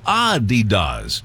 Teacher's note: It's supposed to be Adidas with a slight emphasis on the first syllable, not Adidas like we stress the second.